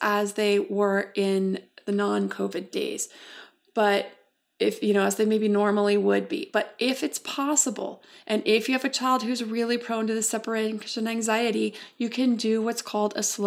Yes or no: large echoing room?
no